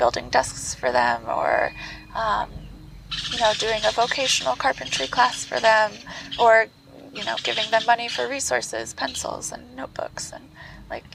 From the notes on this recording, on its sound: In the gardens of the Jungle School in San Andres, Petén, Guatemala. The birds were singing, the spiders jumping and the wind blowing so please forgive the range of noises and momentary distractions. This interview was done outside so the audio can be a little windy at times!